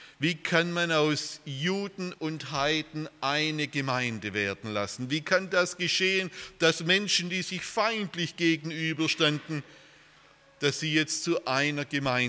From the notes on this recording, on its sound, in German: aus dem Gottesdienst der Liebenzeller Mission